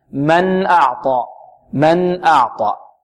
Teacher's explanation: نخرج النون بغير غنة زائدة، بغنة غير زائدة · Term: النون مظهرة